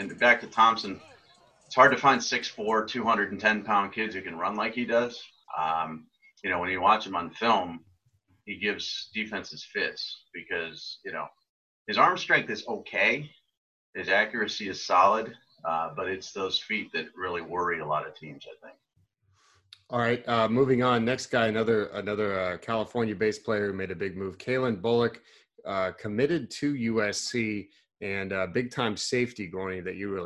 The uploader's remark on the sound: Zoom Audio